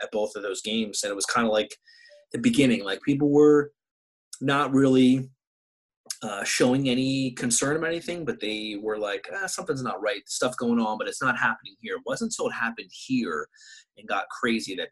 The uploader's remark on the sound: Zoom style podcasts back to back. Quarantine 2020.